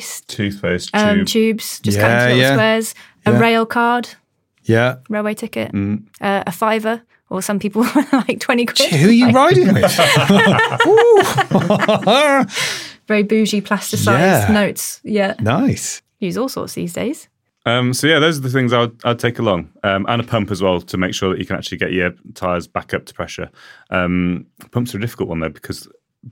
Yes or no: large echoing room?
no